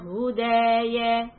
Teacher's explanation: Stretch the dal, keep the ya short.